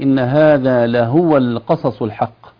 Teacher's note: نضغط على ضمة الهاء حتى نبرزها